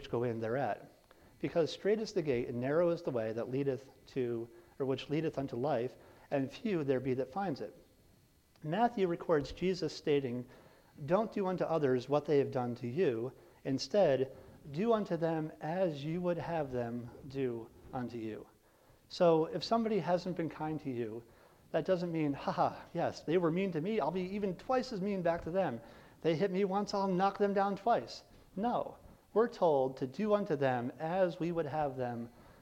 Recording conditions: large echoing room